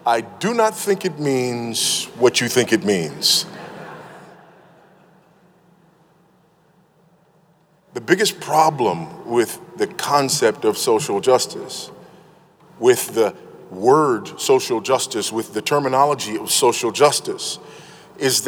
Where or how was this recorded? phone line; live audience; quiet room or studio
live audience